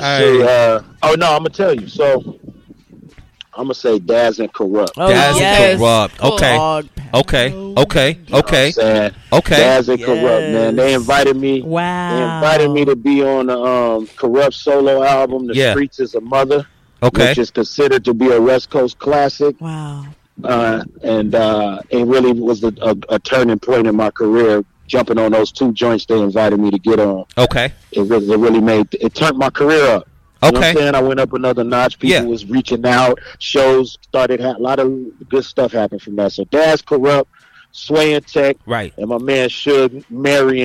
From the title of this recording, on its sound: LIVE FROM THE STREETS